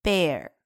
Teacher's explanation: Yes, a bear has a mother, just like me and you.熊也有妈妈吗？是的，熊有妈妈，就像我和你一样。好，那么这个 bear 的发音呢？我们前面讲过，后面的 e a r 发的是 air，那么美音有一点儿化